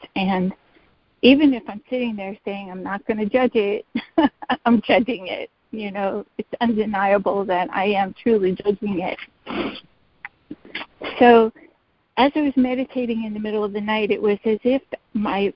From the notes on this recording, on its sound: ACIM Daily Conference Call